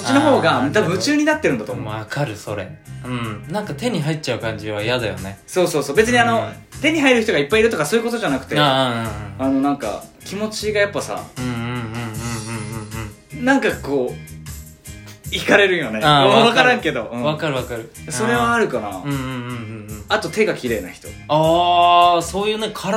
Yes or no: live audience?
no